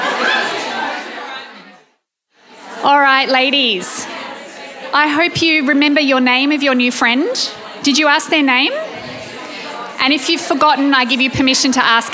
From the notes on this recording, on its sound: Live Panel Discussion for Small Business Festival. This special edition was recorded live at Donkey Wheel House in Melbourne. In front of a live audience of 50 women as part of the women in business week of the Victorian Small Business Festival. This is the full recording of the whole evening.